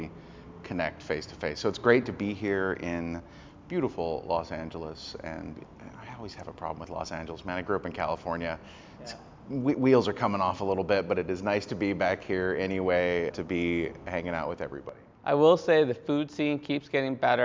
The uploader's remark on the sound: This sponsored episode is recorded live in downtown LA.